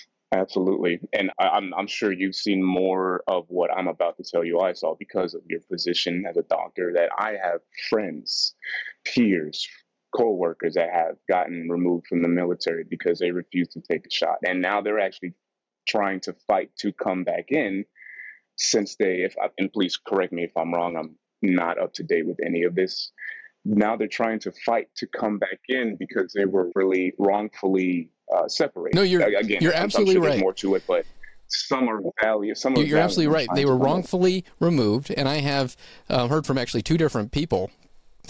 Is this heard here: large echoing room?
no